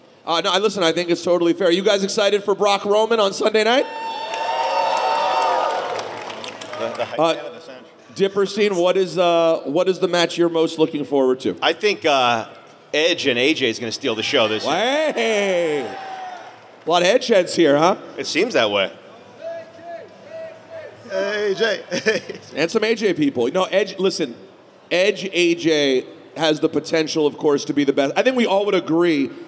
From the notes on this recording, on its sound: Live From Superstore Axxess. In front of a maj crowd in Dallas.